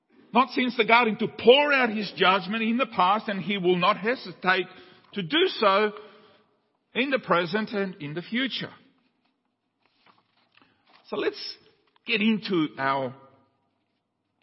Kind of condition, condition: setting, large echoing room